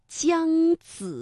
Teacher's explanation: 是哪吒，快给我出来！呆，哪吒在此，是你要找我？原来是个小毛孩子。咱赵先生果然是真英雄，深谋，佩服佩服啊！呆，到底是什么人？你叔叔我是三仙岛五色神光赵公明。好，今天啊，我们的问题是故事当中的人物名字当中有哪些吱吱诗、滋滋滋以及叽叽兮作为声母啊，而且他们连读的时候有什么样的区别。我们举两个非常典型的例子，比如说像姜子牙和赵先生。哎，今天这个赵先生出现的频率很高哈。首先说姜子牙，这个姜的声母是鸡，子的声母是滋，那么鸡和滋连读啊，先发鸡的时候，舌尖要抵住下门齿，舌面要紧贴硬腭，气流冲出发声。再发滋，舌尖要向前平伸，抵住上齿背，然后气流啊从窄缝当中挤出发声